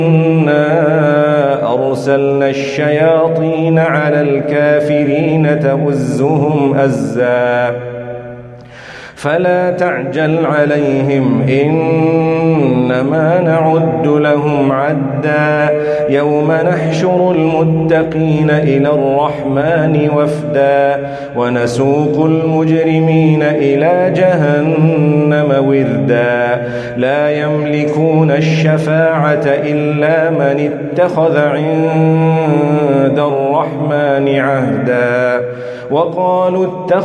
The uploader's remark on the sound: Recorded from Salatul Fajar at Masjid Al Falaah in Harare, Zimbabwe